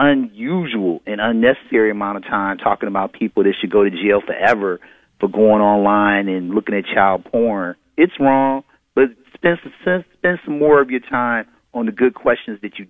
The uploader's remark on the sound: Free for All Friday with Your Phone Calls.